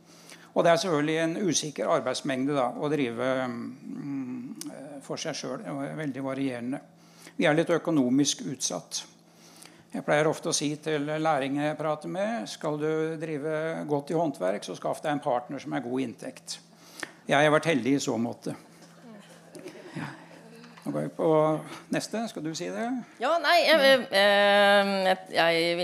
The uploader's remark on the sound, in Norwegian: Kulturvernpodden - Live fra Arendalsuka 2022